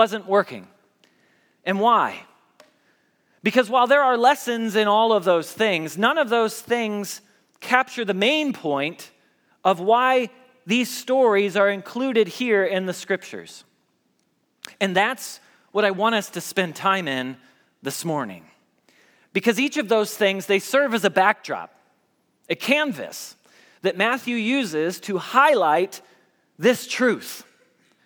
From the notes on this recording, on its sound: Message Preached at Valley Creek Church